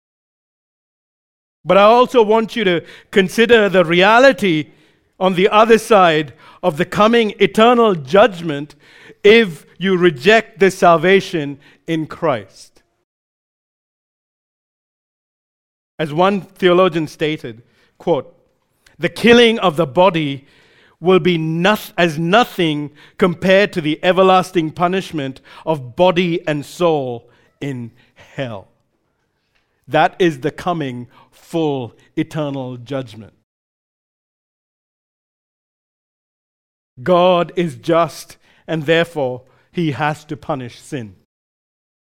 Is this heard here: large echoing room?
yes